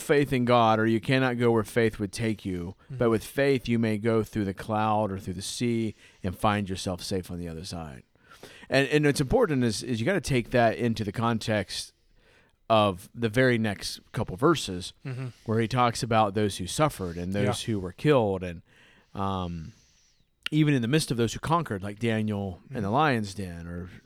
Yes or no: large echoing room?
no